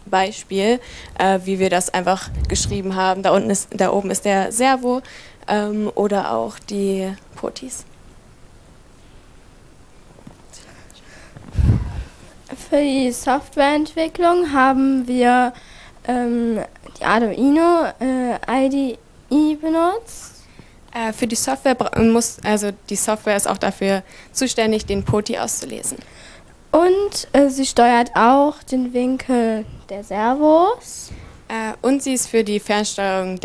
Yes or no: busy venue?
no